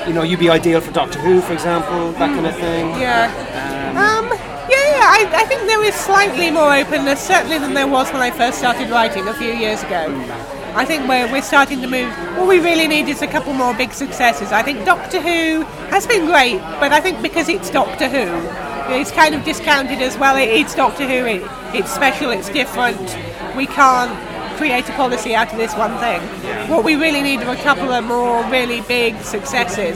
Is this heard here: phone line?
no